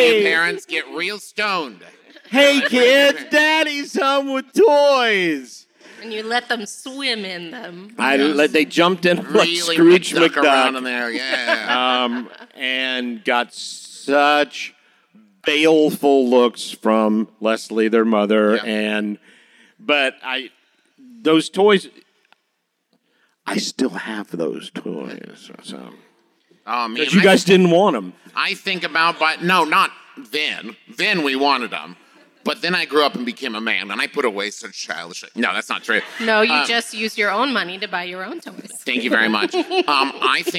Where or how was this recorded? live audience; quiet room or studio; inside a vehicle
live audience